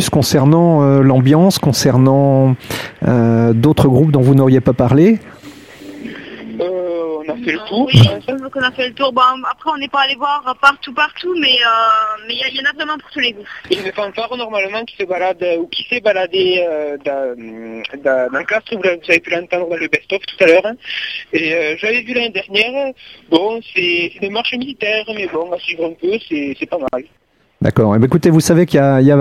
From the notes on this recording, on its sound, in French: Vous retrouvent une seconde fois par téléphone en direct de Castres pour la Fête de la Musique !